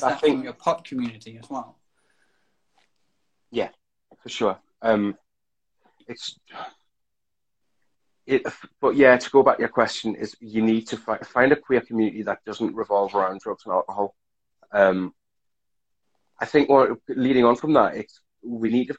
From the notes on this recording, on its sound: Recorded on 1 August 2020 on Instagram Live